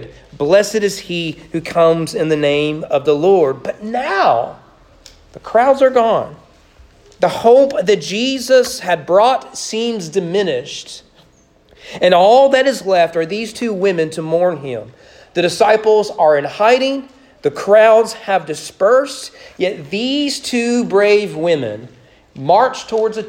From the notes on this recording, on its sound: Sermon preached on Easter morning, April 17, 2022, during morning worship at East Frankfort Baptist Church.